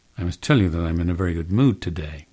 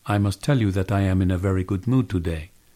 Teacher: I'm really smushing those little, less important words together and making them take almost as much time as the big, fat, stressed words. · Shown in: first take · Term: stress-timed